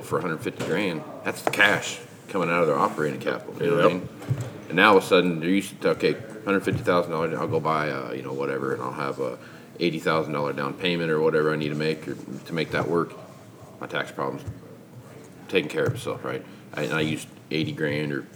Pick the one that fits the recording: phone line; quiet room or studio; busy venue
busy venue